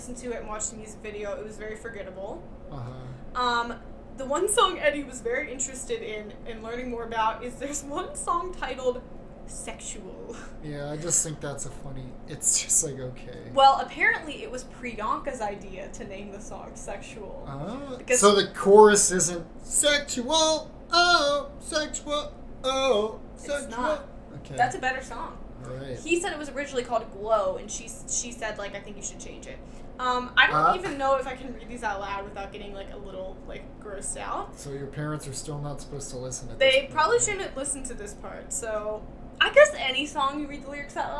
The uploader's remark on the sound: We had a new mic set up, so apologies for any audio inconsistencies!